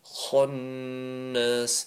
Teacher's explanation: the kha is obviously a full mouth letter, so you have to say khunnas, top of your throat. Khunnas. And the noon tashdeed is obviously ghunna, okay?